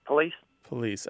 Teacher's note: What I was looking for here is there's this whole category of words that people in the American South, more often than people in the American North, pronounce with the stress on the initial syllable